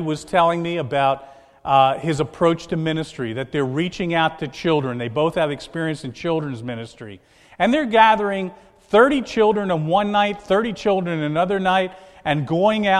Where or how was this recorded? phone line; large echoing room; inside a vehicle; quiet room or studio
large echoing room